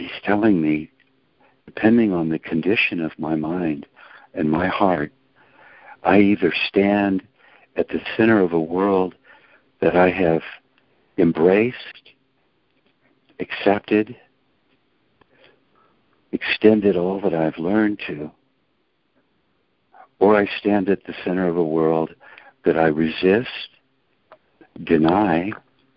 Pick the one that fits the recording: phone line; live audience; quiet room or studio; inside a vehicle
phone line